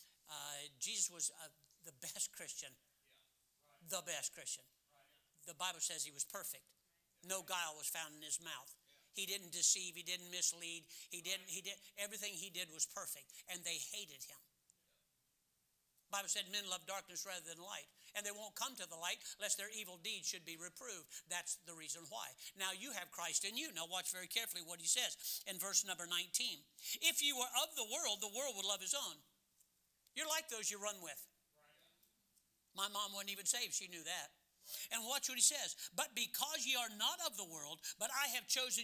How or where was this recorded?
large echoing room